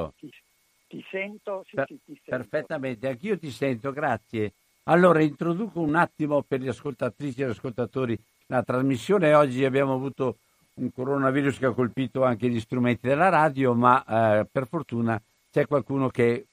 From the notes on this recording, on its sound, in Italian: Parliamo al telefono